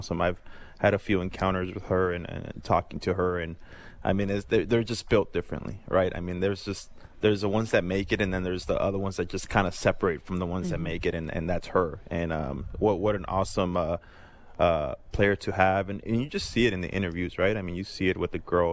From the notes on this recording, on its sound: Live from the Jays Care Golf Classic